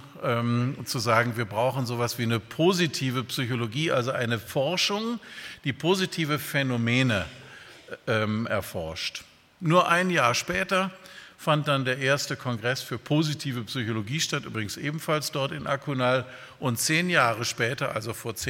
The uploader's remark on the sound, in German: bei einer Veranstaltung der Liebenzeller Mission